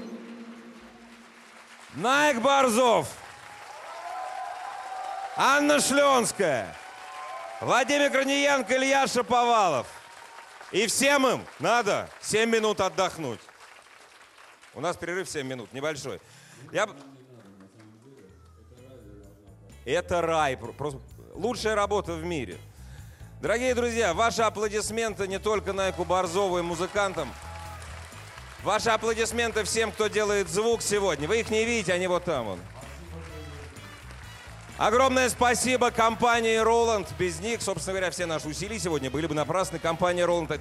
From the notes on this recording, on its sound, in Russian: Живой звук на «Центральной» эстраде парка Сокольники.